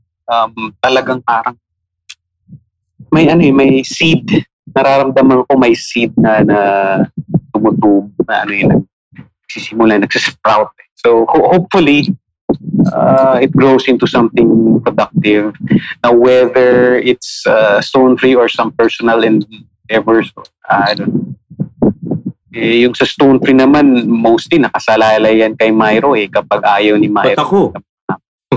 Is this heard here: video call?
yes